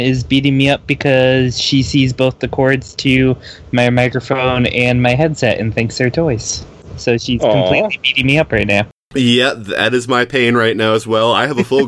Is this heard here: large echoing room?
no